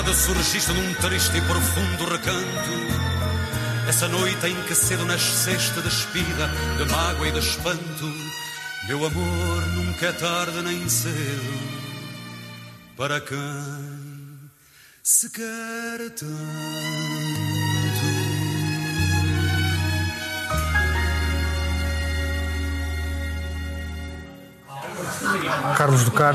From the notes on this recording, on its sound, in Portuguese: Gravado na Casa de Pasto Fertuzinhos, nas Caldas das Taipas. Pelo meio do ruído de fundo, fomos falando.